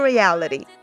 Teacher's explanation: 是有一个这个 flap 的现象，就是很快的划过 reality